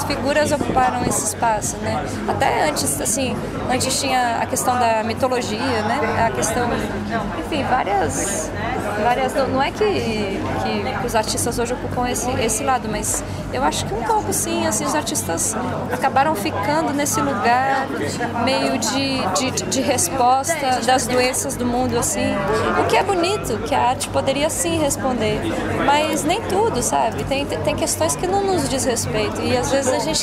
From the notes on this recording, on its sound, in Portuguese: Pela primeira vez em três datas aqui no Brasil, o Lollapalooza foi uma verdadeira maratona para público, artistas, jornalistas e outros profissionais ligados à música nesse fim de março. O podcast ficou nos bastidores, visitando os camarins de alguns artistas brasileiros e internacionais.